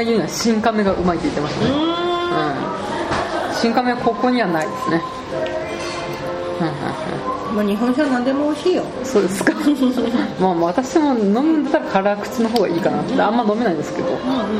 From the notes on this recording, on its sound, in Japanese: 飲食店での収録のため、雑音がかなり入っていますが、ご容赦下さい。